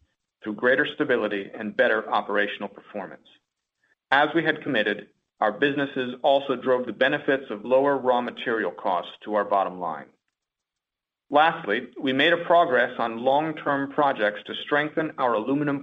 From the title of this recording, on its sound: Alcoa (AA) Q2 2019 Earnings Call